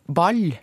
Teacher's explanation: Og denne lyden der, nei, ball, den det er mer som et slags kompromiss da, mellom den gamle, kan du si, utpreget palatalen og den L-lyden som vi har på Østlandet · Term: mellom lyd